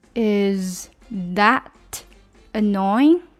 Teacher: 而且整个句子是一个上扬的音